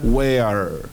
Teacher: Y esa R del final, con R-R-E, es una R que es el comienzo de la R española, pero sin hacerla